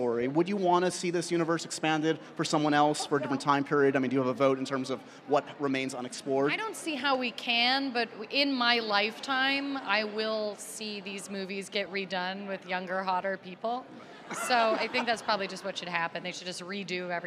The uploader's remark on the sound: A LIVE taping and goodbye to their press tour.